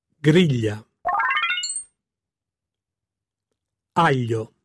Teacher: Se invece la G precede una L o una N, si pronuncia rispettivamente gl e gn, che vengono prodotti con il dorso della lingua che tocca il palato